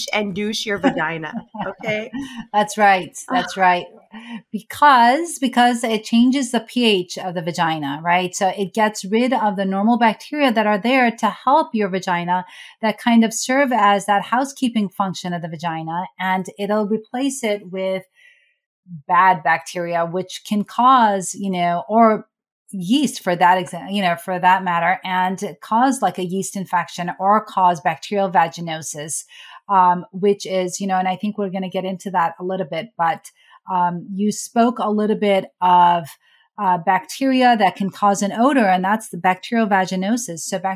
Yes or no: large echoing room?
no